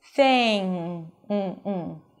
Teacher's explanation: the back of the tongue is high up. Mm. And release air through the nose. · Term: ng sound